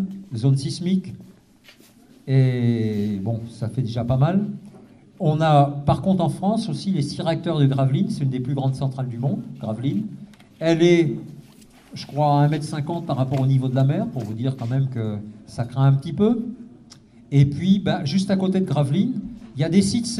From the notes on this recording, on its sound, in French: Soirée à la salle municipale de La Flèche : un morceau de la conférence sur le nucléaire.